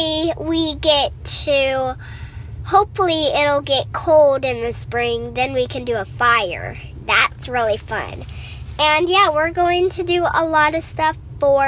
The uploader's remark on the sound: Today we are on location at the city park.